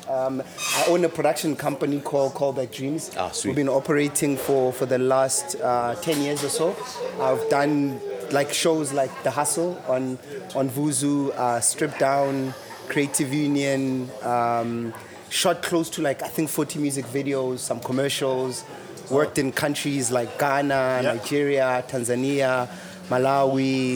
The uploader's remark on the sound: TheDojo Podcast headed down to Ficksburg for The Cherry Film Festival, in between all screenings, panel discussions and workshops we got to Podding